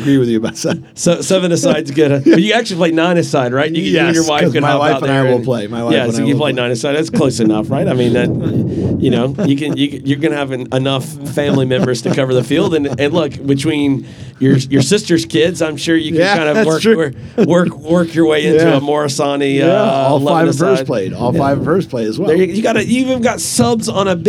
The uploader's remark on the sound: Live at the Eastern Shore Premier Cup